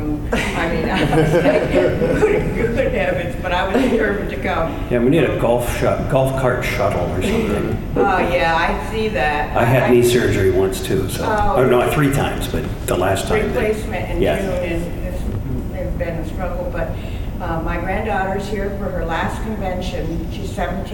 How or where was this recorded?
live audience